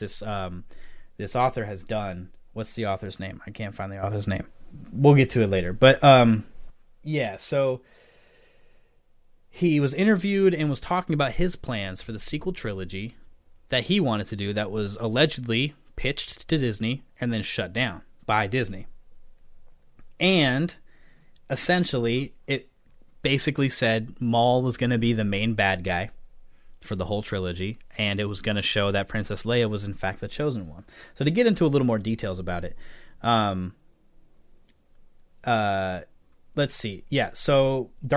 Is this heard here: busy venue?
no